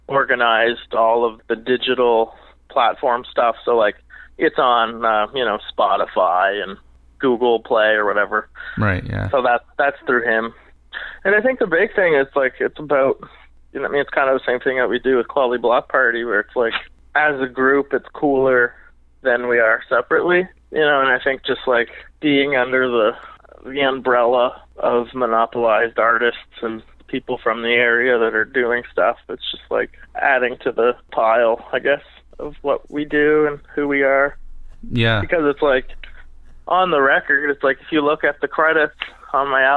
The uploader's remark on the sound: We spent some time on the phone